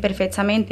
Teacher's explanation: se escucha mucho la aspiración de la S, la C y la Z cuando van seguidas de consonantes como la T y la P